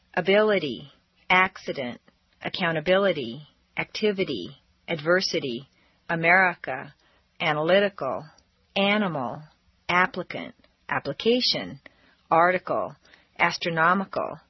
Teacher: The letter I in the unstressed position devolves consistently into a schwa.